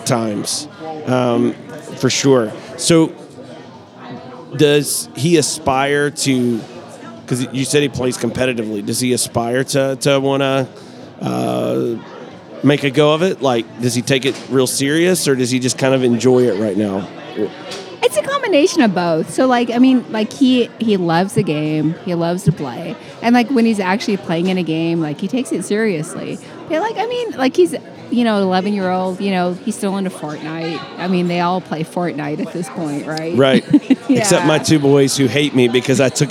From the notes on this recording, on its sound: Live at the Bar of the US Soccer AGM